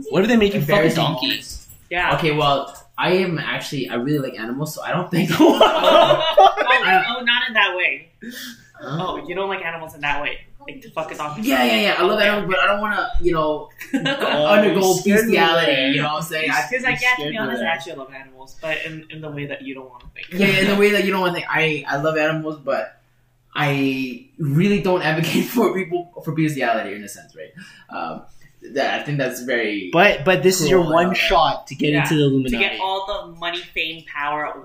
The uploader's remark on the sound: Apologies for the poor audio quality, problems with the setup, but it will be fixed for the next one!